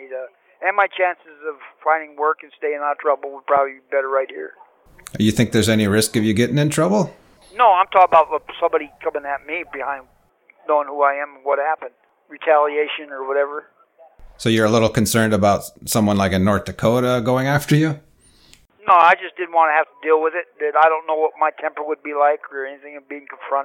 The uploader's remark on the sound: Telephone interview. From federal prison.